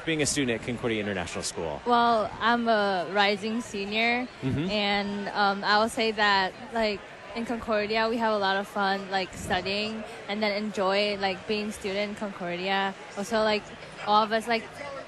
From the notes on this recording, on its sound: Live from the 2019 LCMS National Youth Gathering